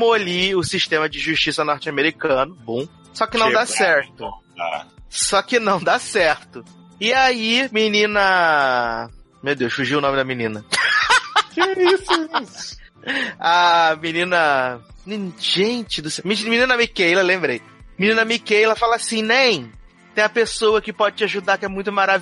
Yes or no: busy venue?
no